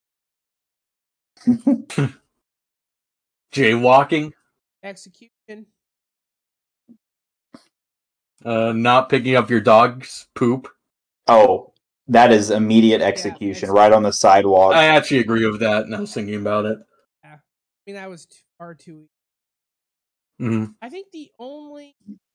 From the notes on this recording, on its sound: Audio issues.